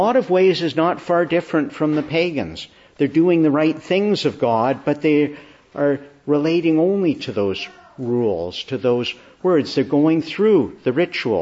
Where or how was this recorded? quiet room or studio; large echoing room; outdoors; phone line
large echoing room